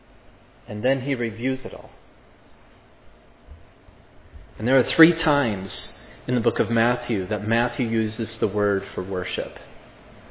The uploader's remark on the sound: This sermon was preached at Providence Church